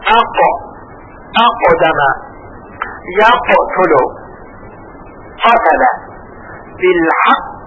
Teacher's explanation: آخر زبان اصلی یا ریشه زبان اصلی با زبان کوچک با هم تماس پیدا می کنن، منتها زبان کوچک به طرف حلق روی زبان بزرگ می خوابه. · Term: حرف قاف